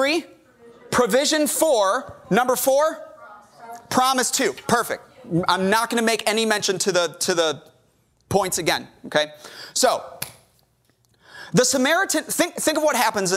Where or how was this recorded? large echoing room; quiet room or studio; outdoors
large echoing room